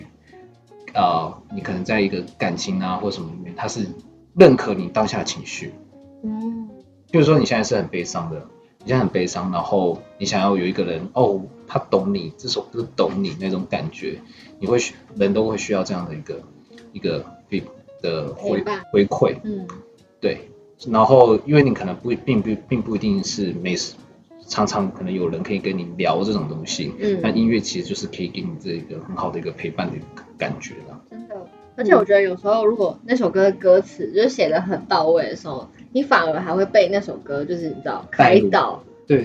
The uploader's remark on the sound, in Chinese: 本集內容因技術問題，音質不如預期，致上十二萬分歉意。